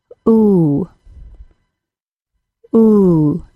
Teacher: The OO sound is created with the back of the tongue very high, almost like a G sound, but the back of the tongue and the top of the mouth do not actually touch. At the same time as the tongue is high, the lips are made into a small, tight circle.